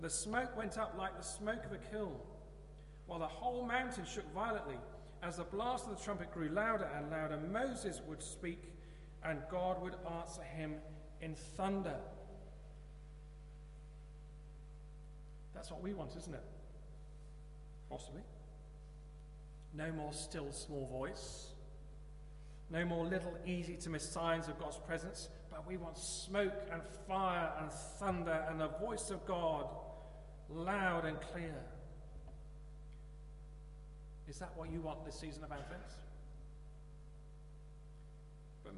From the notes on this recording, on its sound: Christ Church, Bayston Hill (UK)